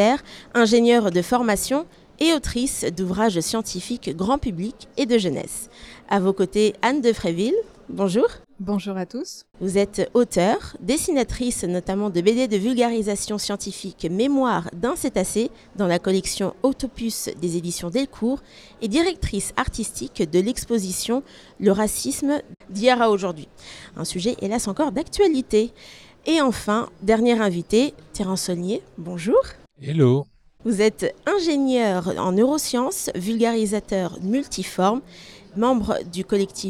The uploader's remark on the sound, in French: Une émission enregistrée en direct des Utopiales